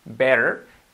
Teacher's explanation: la T, que decimos siempre, que la convertimos en una R suave